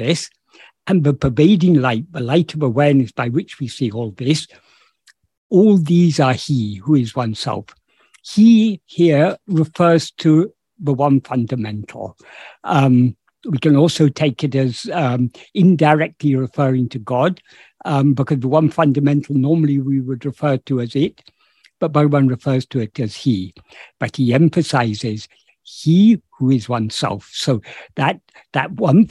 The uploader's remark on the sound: In a Zoom meeting with Sri Ramana Center, Houston